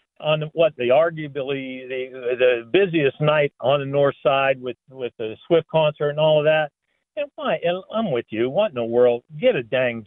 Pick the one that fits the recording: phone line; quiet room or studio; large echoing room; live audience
phone line